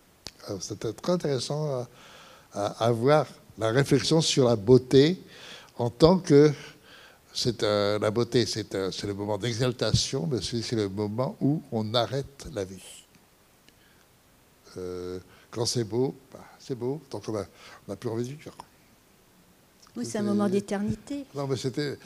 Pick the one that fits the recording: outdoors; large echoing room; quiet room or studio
large echoing room